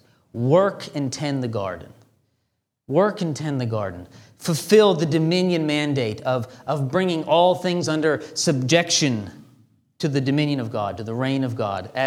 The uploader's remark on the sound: This sermon was delivered on April 9, 2023 at Antioch Presbyterian Church. A mission work of Calvary Presbytery of the Presbyterian Church in America located in Woodruff, South Carolina.